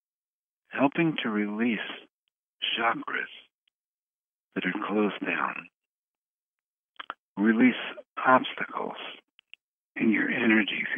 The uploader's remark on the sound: Conference Call LIVE, November 8, 2021